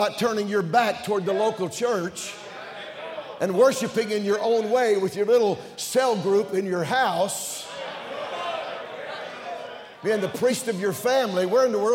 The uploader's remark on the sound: During the Tuesday Evening service of the 38th Annual National Pastors' & Workers' Conference in Santa Clara, California.